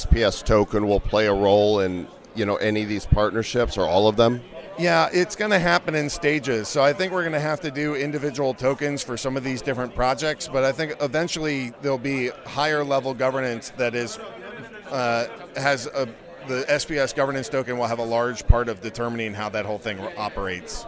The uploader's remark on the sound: Live from NFT NYC 2022!